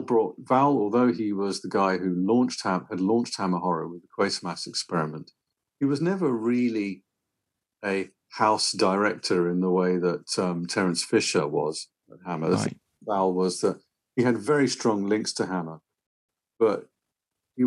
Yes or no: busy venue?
no